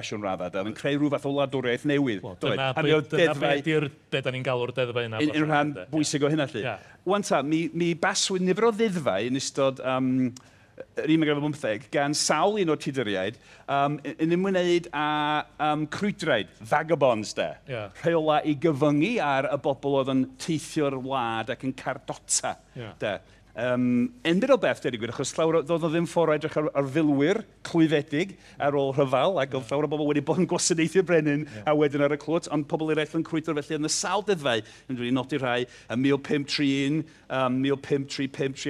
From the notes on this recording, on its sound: Here’s a special live episode recorded in the Literature tent of the Llŷn and Eifionydd National Eisteddfod, and what better subject to discuss on the Maes in Boduan.